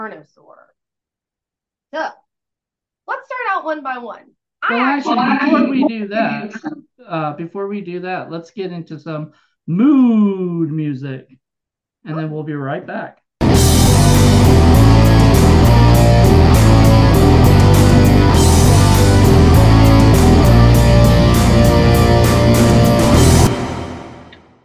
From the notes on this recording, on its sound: Sometimes when you do a zoom there is some audio you just can't fix